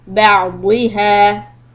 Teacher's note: use the sides of your tongue and attach them to the upper back teeth or towards the gum of the upper side, to give the sound of dod.